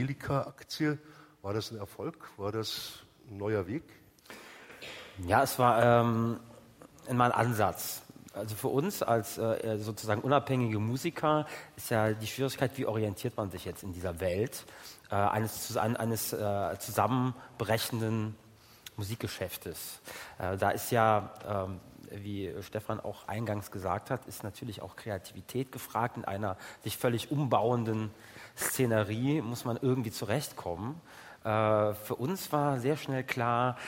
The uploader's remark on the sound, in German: Live aus dem Schloss Gottesaue der Hochschule für Musik Karlsruhe. Live aus dem Schloss Gottesaue in Karlsruhe. Livemusik mit iPod, Sony PSP und Nintendo DS.